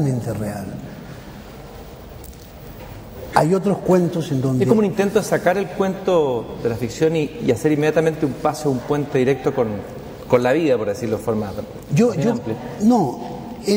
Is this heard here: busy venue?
yes